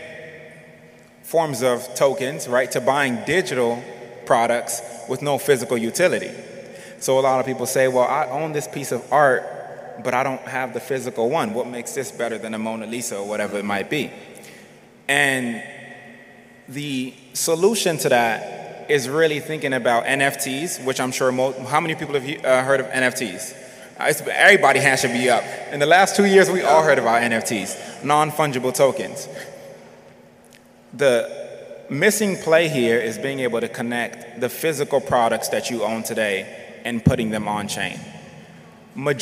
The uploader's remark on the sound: The first ever live episode of HLC goes heavy on all things pertaining to the future. HLC live from Investfest.